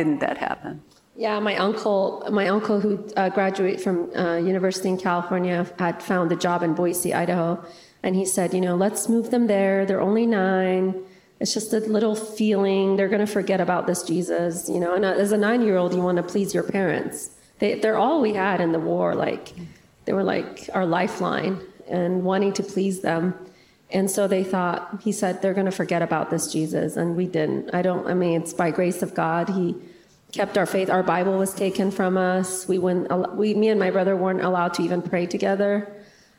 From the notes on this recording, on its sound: interview at the RESTORE conference